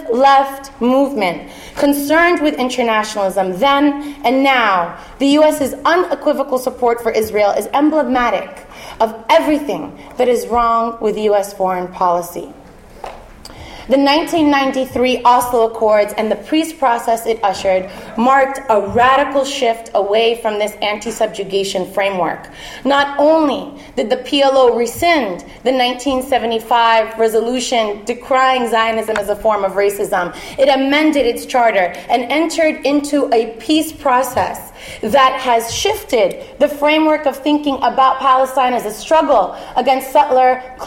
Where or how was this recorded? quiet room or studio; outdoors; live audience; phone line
live audience